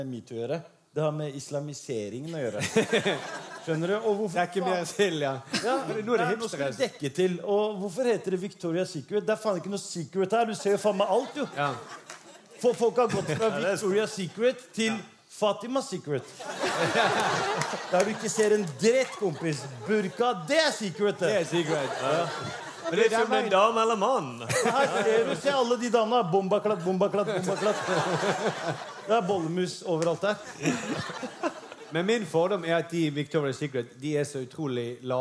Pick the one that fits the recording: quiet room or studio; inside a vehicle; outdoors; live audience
live audience